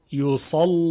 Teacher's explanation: یصلا، این لام غلیظ ادا میشه